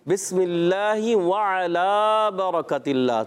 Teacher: وعلی اس کو کھینچنا ہے ہم نے کیونکہ اس پر کھڑا زبر ہے